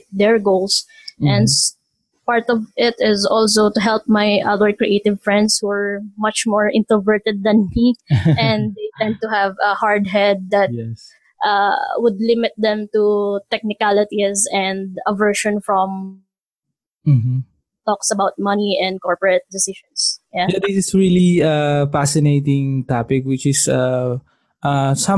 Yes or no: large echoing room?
no